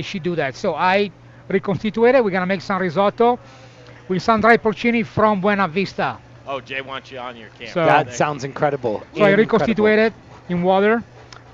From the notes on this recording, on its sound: Live from Il Posto Italian Restaurant!